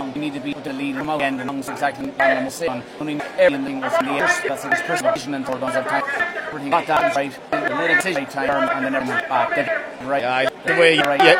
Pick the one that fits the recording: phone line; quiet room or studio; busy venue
busy venue